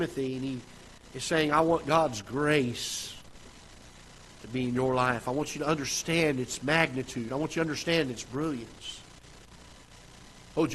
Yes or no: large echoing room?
yes